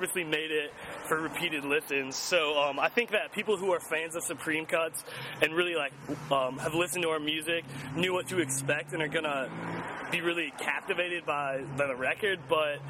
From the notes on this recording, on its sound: In an interview recorded onsite at their recent Empty Bottle show.